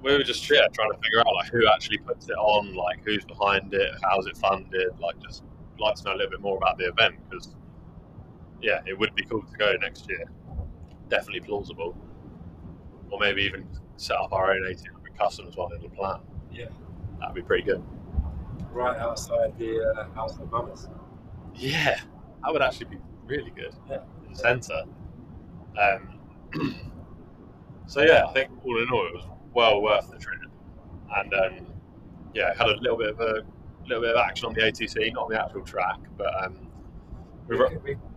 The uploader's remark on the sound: Apologies for the ropey audio and lack of bongos! Our recording studio has changed and being total amateurs we haven't quite got to grips with it yet...